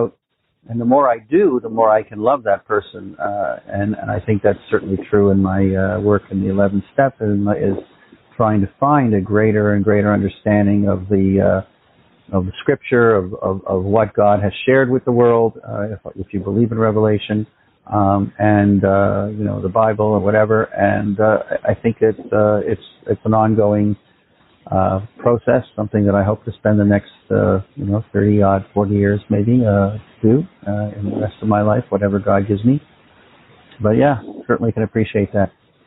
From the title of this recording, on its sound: Phone Meeting Workshop